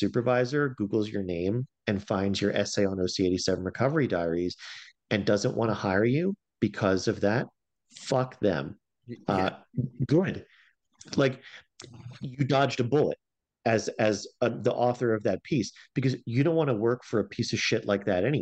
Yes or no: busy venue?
no